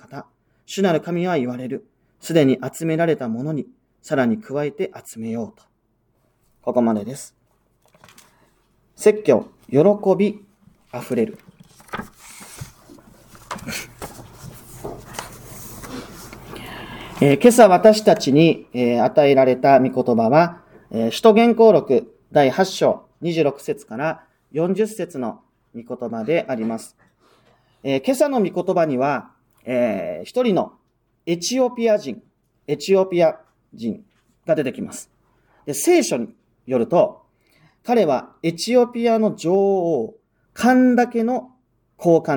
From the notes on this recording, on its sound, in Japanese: 日本基督教団石山教会の主日礼拝説教音声です。